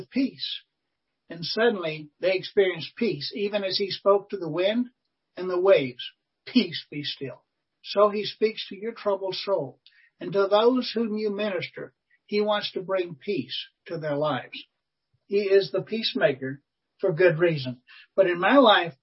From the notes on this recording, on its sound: This is the audio track of a Webinar from May 12, 2021.